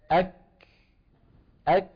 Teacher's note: فبداية الكاف شديدة نهايتها مهموسة · Term: الهمس